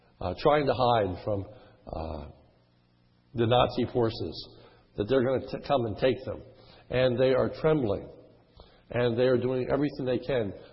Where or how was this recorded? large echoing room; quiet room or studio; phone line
large echoing room